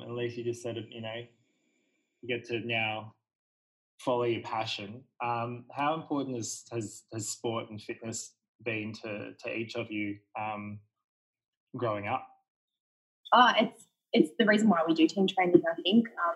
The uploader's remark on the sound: We recorded our first ever non-live podcast. The intro is a little choppy because our call and recording dropped out but we got them back.